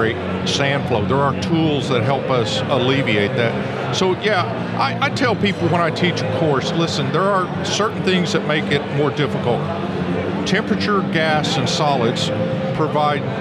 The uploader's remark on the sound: Recorded live at the 2023 ESP Symposium Chair a Society of Petroleum Engineers Gulf Coast Section.